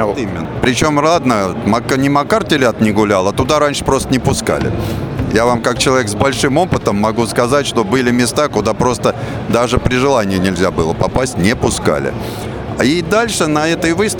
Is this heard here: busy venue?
yes